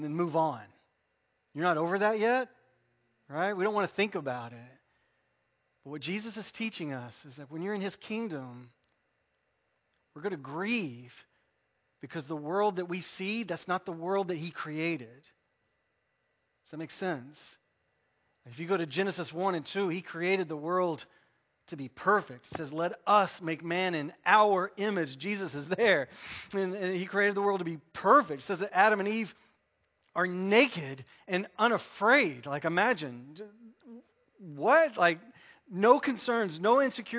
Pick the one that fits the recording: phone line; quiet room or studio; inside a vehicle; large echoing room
large echoing room